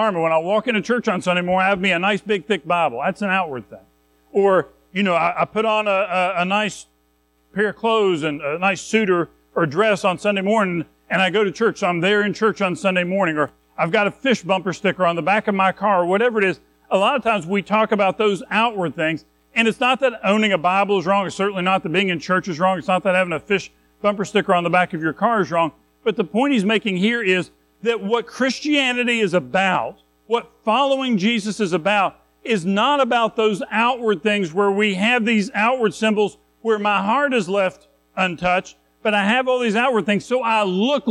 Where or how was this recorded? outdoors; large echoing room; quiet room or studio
large echoing room